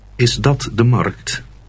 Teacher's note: Note that your voice goes up at the end to indicate that you're asking a question.